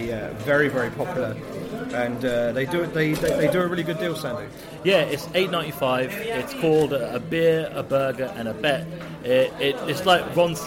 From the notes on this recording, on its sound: watched the action unfold from the viewing party at the Grosvenor Casino Russell Square in London